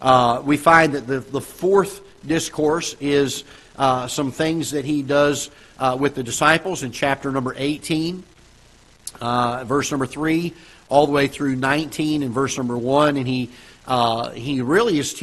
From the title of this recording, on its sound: Ketha Heights Baptist Church ~ Live Broadcast